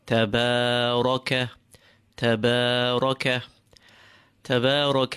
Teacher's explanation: Watch and see that the ra is made as full as can be whilst keeping the alif preceding it empty. تبارك تبارك تبارك الذي تابا empty, the lam empty, and the dhal as smooth as can be.